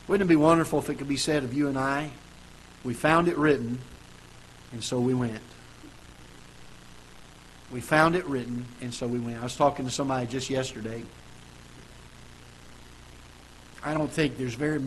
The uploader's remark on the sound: Ketha Heights Baptist Church ~ Live Broadcast